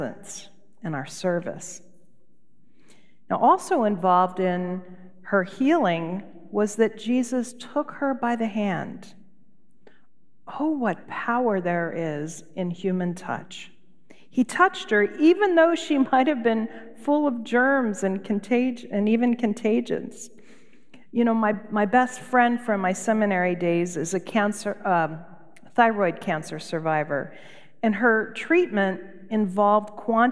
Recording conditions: large echoing room